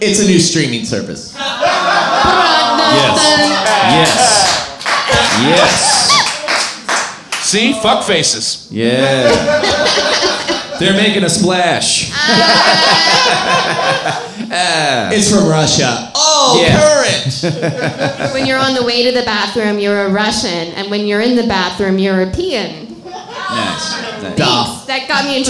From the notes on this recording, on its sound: Live at Kelly's Olympian in Portland, OR - the game of the 60 second screenplay!